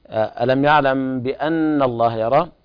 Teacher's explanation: الغنة هنا في النون تغني مقدار حركتين